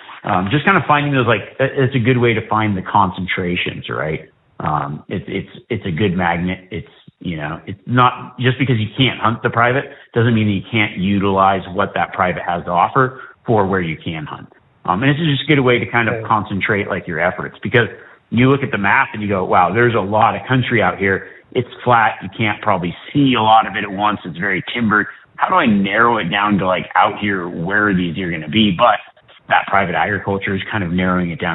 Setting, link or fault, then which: link, phone line